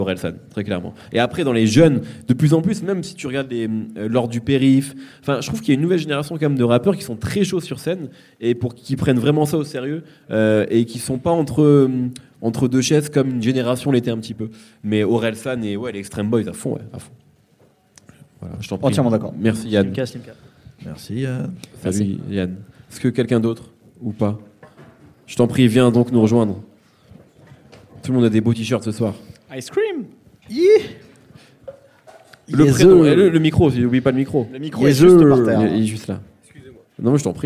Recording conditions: busy venue